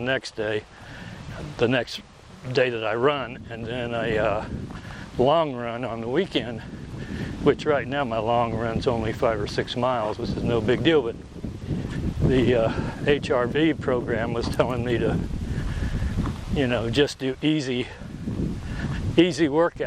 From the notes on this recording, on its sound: Today I am walking at Mountain Park Park and doing my usual rambling on.